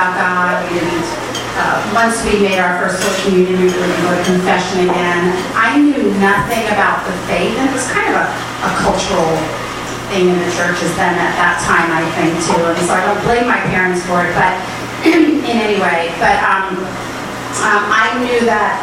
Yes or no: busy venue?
yes